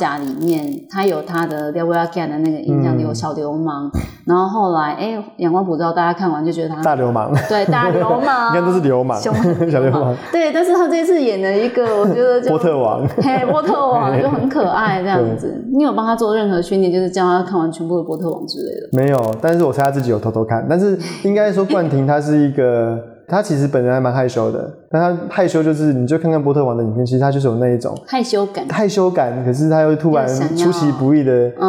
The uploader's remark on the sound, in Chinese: 麥克風有些小雜音